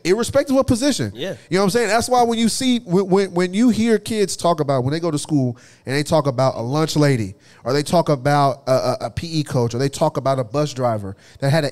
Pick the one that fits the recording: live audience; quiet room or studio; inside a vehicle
live audience